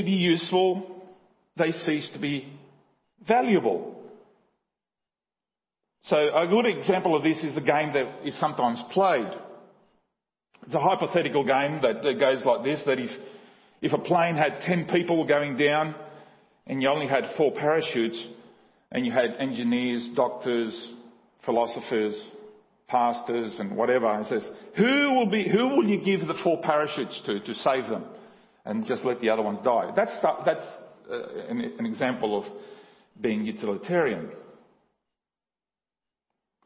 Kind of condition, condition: setting, large echoing room